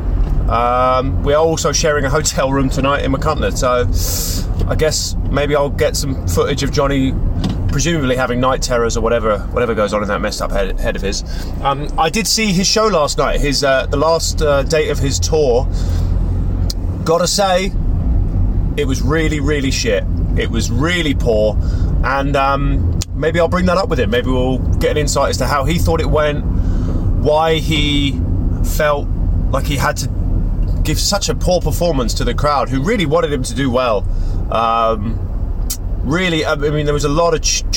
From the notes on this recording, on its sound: Drove from London to the Machynlleth Comedy Festival in North Wales. This is a collection of recordings from that road trip.